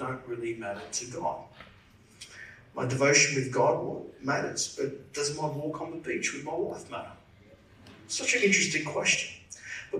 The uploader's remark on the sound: Service recorded Live at Victory Church in Bendigo on Sunday September 3rd, 2023.